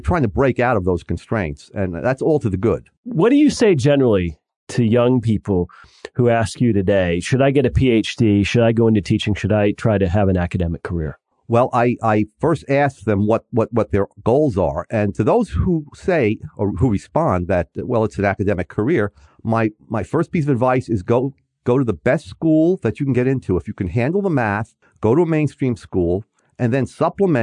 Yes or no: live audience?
no